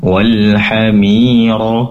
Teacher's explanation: Walhamiro, mi matabi'i, ro pendek namun juga tebal ro-nya. Walhamiro, sambil mengangkat pangkal lidah ke atas karena ro berharokat fathah merupakan huruf yang tebal ya